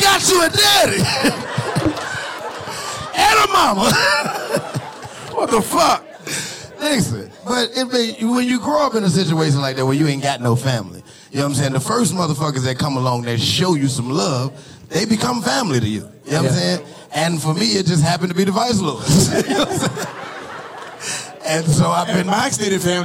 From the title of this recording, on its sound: LIVE in Dallas